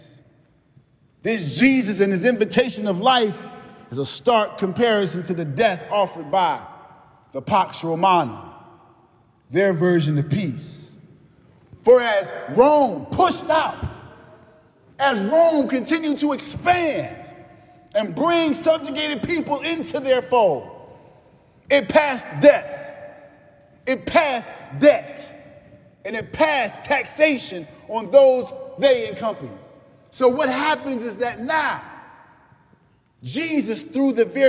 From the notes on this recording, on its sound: preached at our celebration of the Holy Eucharist on the Fifth Sunday in Lent